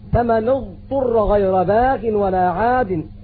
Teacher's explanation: مخرج الضاد تخرج من احدى حافتي اللسان مع ما يليها من الاضراس العليا اليسرى او اليمنى